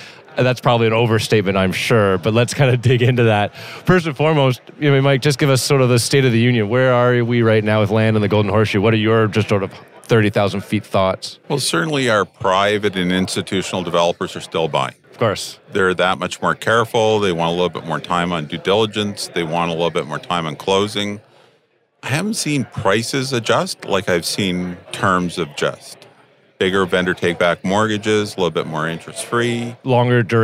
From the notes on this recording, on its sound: recorded at the Toronto Real Estate Forum